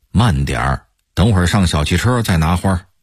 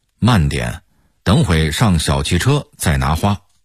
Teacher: 说的时候要用四个儿化韵 · Shown in: first take